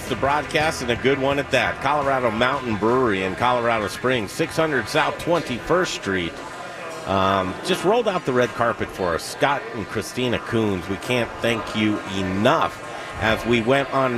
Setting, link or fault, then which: setting, busy venue